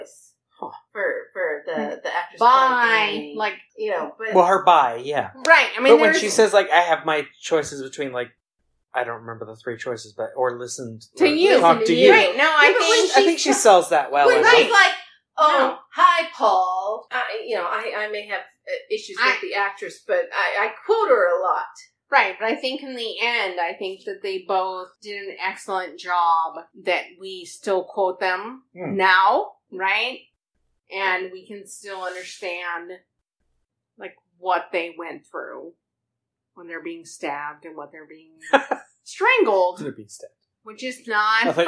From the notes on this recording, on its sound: So, here is the first of several remixes of the early episodes that didn't have great sound quality. My eagerness to jump in outweighed my patience for figuring out a good mixing program.